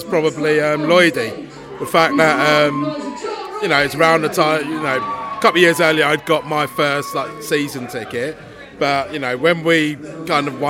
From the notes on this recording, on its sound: Millwall pre-match podcast from the Pub.